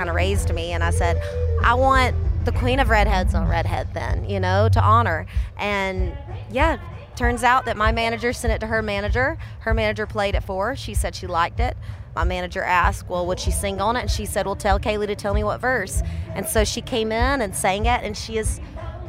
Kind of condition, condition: setting, busy venue